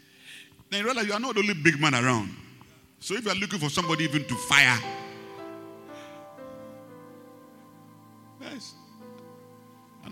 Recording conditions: large echoing room